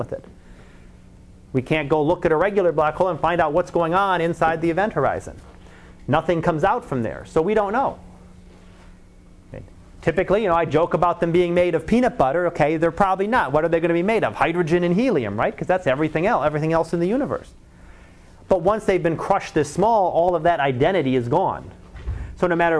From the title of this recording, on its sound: Live Class Lecture